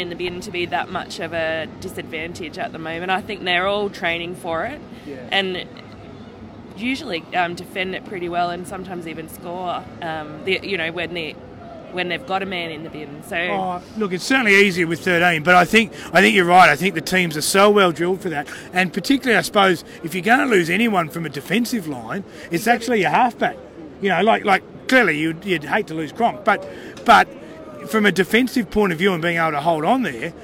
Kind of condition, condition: setting, busy venue